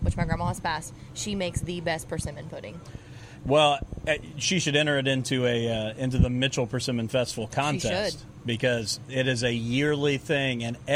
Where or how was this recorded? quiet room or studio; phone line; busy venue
busy venue